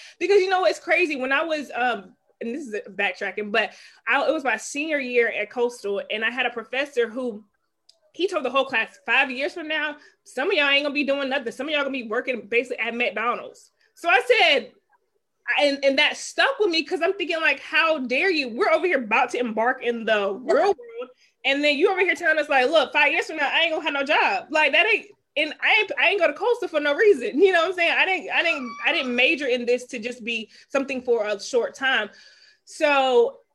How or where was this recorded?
video call